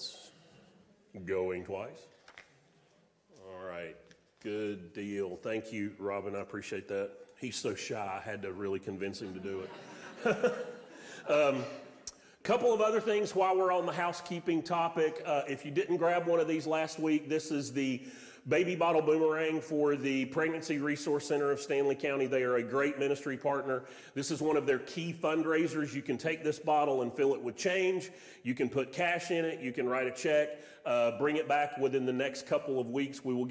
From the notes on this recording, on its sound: Sermon audio from Mission Church in Locust, NC.